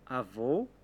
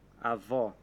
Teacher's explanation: Vamos repetir avô, fechado. Avó, aberto.